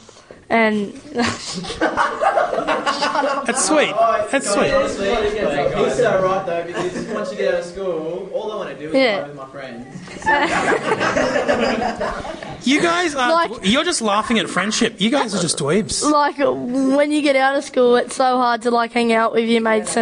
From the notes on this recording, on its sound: This is our last live school session for the term